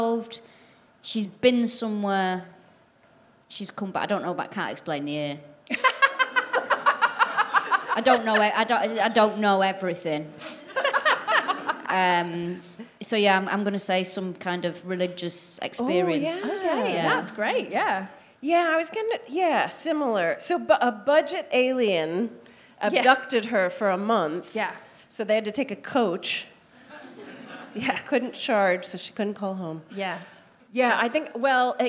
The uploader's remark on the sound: DWSC LIVE. Recorded at the DWSC London residency. We hear from a member of the audience.